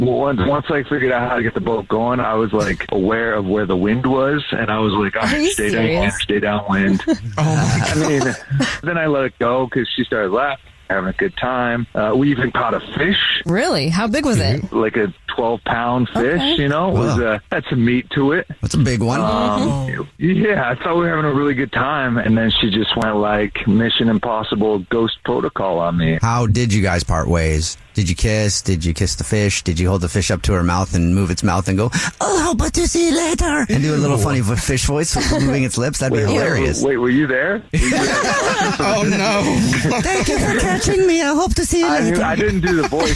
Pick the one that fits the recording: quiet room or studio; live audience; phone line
phone line